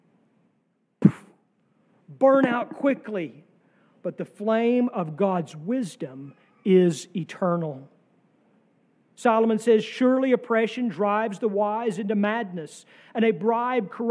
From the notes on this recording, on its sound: sermon from our worship service